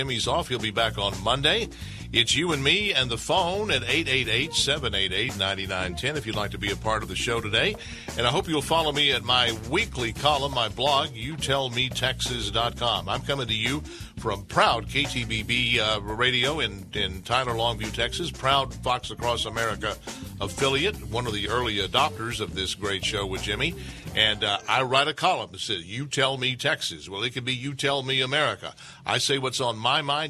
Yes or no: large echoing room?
no